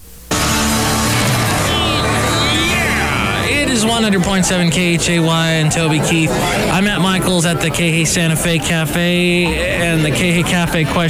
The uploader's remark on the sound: podcasts live from Café Anyway